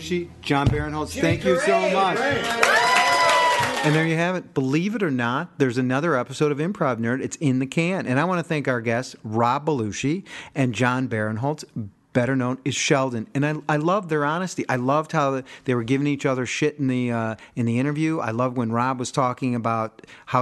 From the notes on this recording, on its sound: caught up with them at this year's Chicago Improv Festival